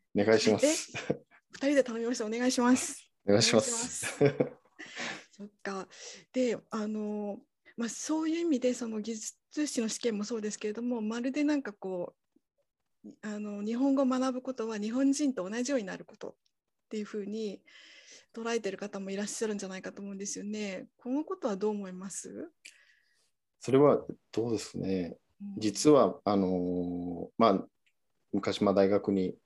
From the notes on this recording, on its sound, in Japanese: 収録場所： オンライン (Zoom)